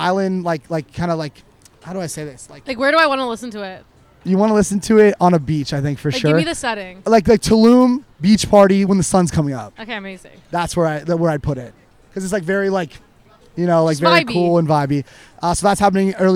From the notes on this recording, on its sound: Big thanks to the team at Piccolo for hosting us on their lovely patio last Saturday for our first ever LIVE podcast.